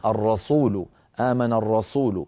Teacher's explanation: من جملة ذلك أيها الأخت الكريمة، آمن الرسول، الراء مفخمة سو مرققة، رسو رسو، ننتقل من راء مفخمة لسين مرققة، إن لم نفعل خرجت معنا الرسول، آمن الرسول، صارت السين صادا بسبب أننا انتقلنا من راء مفخمة إلى سين مفخمة، وهذا ما فعلتيه سهوا.